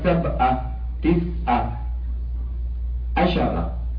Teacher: في بعض مناطق اليمن منطقة ينطقون بطبيعة لهجتهم العين همزة، فيقولون سبعة تسعة عشرة.